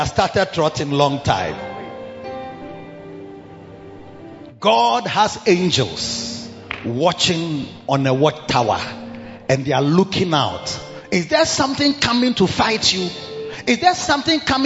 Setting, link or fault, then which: setting, large echoing room